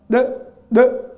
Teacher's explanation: Mesela işte tecvidde kalkale vardır. Mesela dal harfi cezimli olduğu zaman de de diye bir ses çıkarılır. Buna kalkale denir.